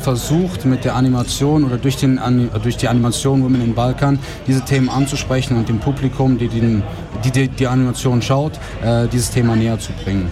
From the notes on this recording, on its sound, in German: Festivalausgabe live aus dem Merkerareal in Baden.